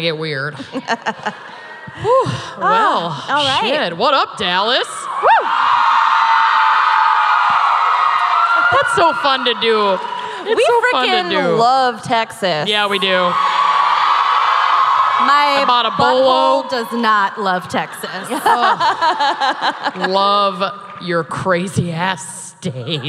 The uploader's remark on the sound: Live from Dallas. Dallas LIVE.